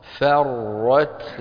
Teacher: لا، فا فا، الفاء مرققة، فا لا تقول فا، فا ما في اللغة العربية، فا. فر فرت، يعني الفاء مرققة، الراء مفخمة، التاء مرققة